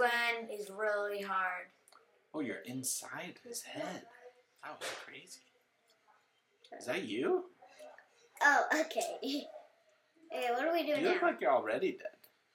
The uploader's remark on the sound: BY THE WAY THE SOUND IS NOT GOOD.